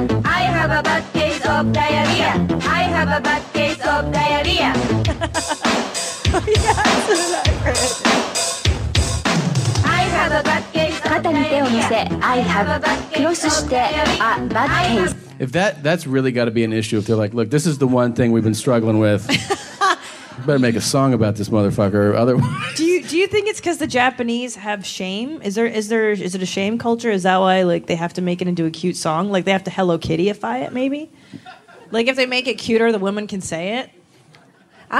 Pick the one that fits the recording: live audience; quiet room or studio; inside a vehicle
live audience